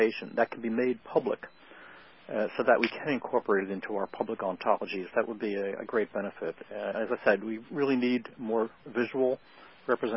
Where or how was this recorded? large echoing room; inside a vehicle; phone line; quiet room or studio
phone line